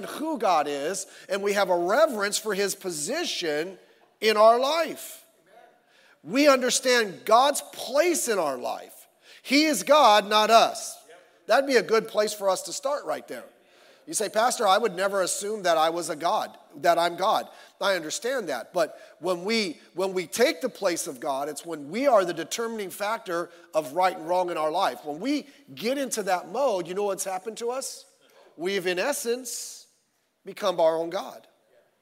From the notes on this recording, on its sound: Sunday Morning Service